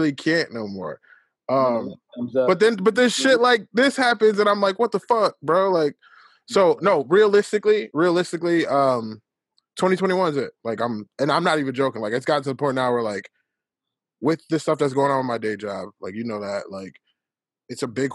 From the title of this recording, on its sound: in one zoom room